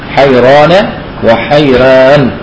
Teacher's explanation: كلمة حيران فيها الخلف فيه الوجهين فيها التفخيم وفيها الترقيق حيران وحيران قلنا منهم من يعني أخذها بأنها ألف ونون على وزن كذلك عمران ففخمت هذه الكلمة ومنهم من أخذها على القياس فرققها فرققها.